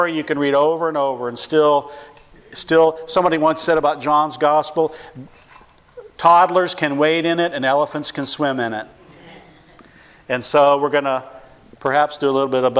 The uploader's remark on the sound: 2015 Missions Conference: Friday Evening Session